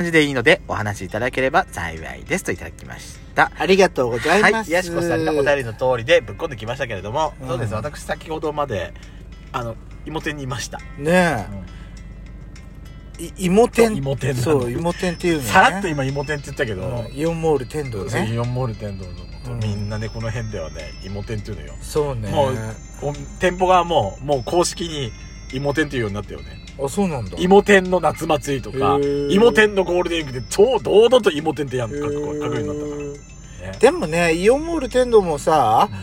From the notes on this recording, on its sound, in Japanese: パーキング収録。